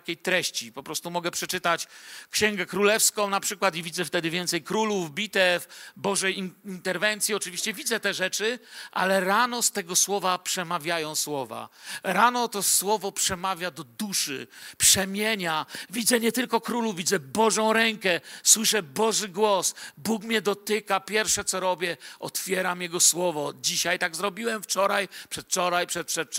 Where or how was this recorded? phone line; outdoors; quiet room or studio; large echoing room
large echoing room